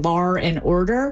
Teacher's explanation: The linking R, which is an extra R we find in dialects that typically drop the R, and New York is one of those, British English is another, and that is where you get lar and order.